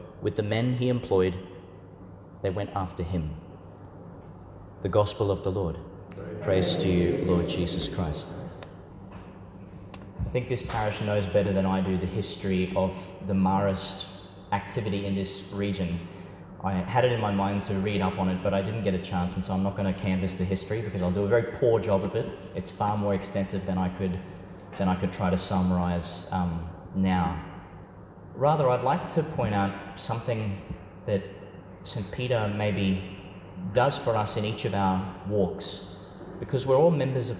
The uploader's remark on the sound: delivered at St Peter Chanel Church, Tannum, Qld.